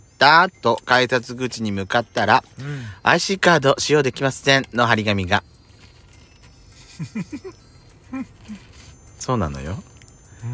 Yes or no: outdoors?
yes